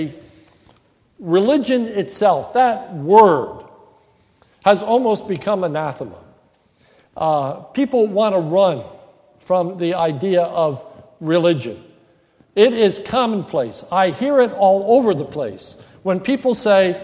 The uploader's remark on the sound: This is a sermon recorded at the Lebanon Bible Fellowship Church in Lebanon, PA on November 1, 2015 during the morning service